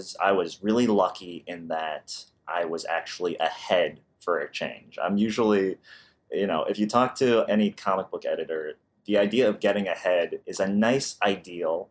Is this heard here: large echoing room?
no